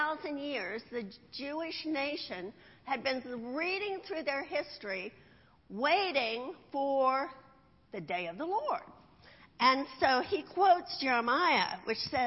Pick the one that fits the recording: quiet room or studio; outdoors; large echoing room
large echoing room